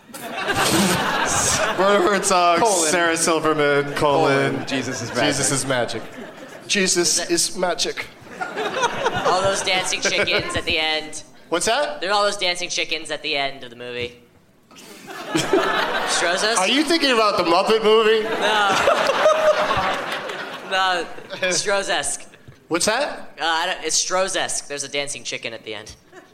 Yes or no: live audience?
yes